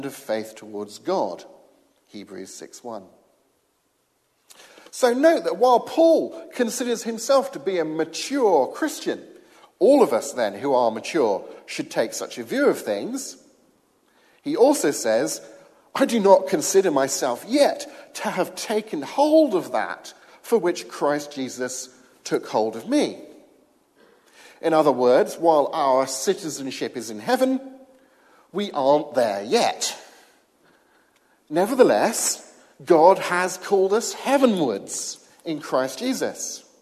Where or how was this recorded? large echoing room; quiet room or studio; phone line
large echoing room